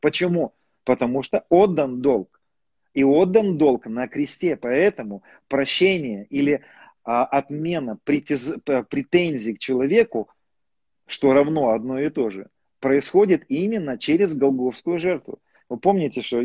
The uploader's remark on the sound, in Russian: Запись первой части прямого эфира из инстаграма